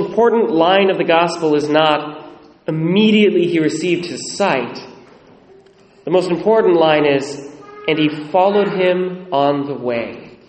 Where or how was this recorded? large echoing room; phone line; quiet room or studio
large echoing room